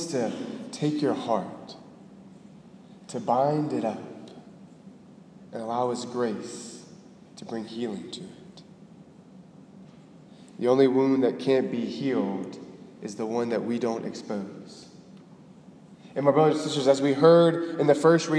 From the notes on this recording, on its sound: Delivered on February 5, 2018 at the Cathedral of the Nativity of the Blessed Virgin Mary in Biloxi, MS.